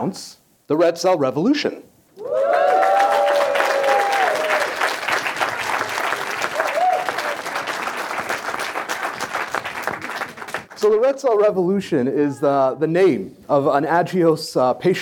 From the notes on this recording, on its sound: LIVE in New Orleans. We're LIVE from New Orleans, Louisiana! Live podcast panel.